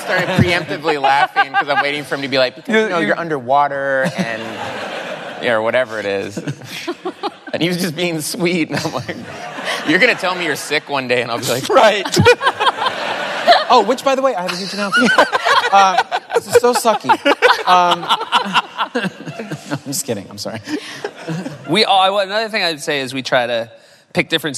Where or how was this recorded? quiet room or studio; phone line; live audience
live audience